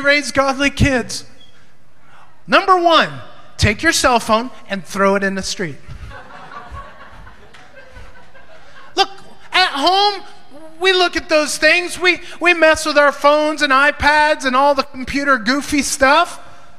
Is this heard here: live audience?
yes